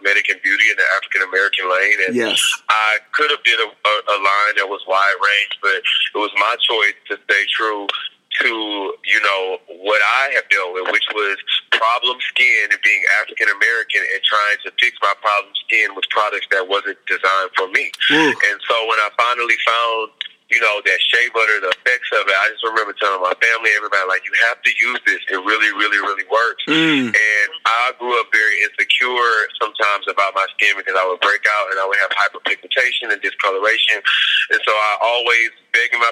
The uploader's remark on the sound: speaking over the phone